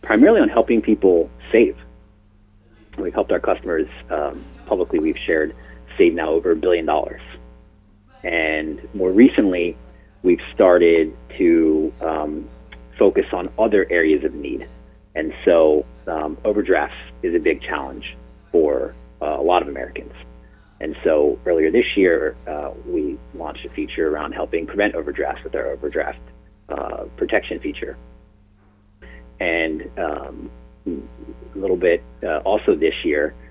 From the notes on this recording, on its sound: This is an excerpt from a phone interview.